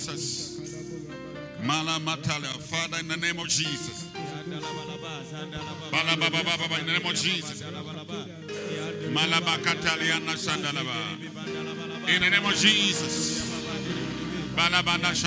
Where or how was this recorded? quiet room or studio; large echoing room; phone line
large echoing room